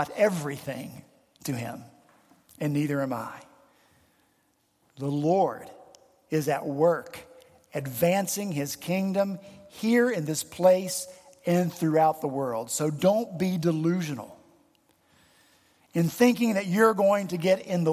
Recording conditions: large echoing room